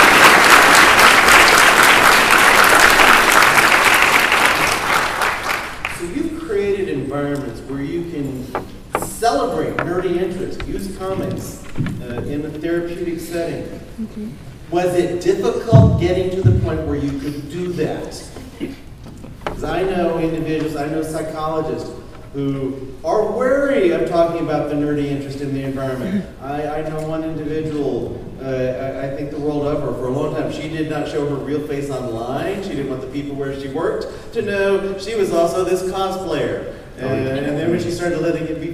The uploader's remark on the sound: Geek Therapy at SDCC 2013